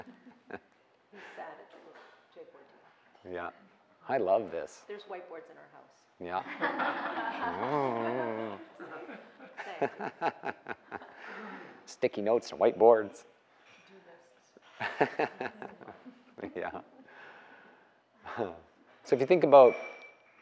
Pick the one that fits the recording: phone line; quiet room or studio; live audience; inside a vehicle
live audience